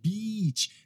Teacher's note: Beach é um i bem longo, tá? Até chego até sorrir. Beach. Eu estou pronunciando a long vowel sound, um som longo.